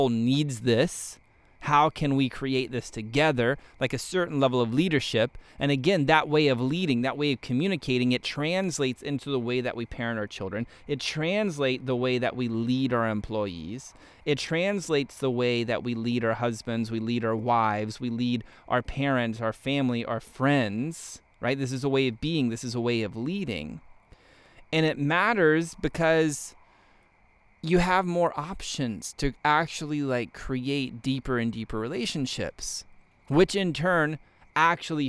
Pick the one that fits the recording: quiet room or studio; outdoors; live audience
outdoors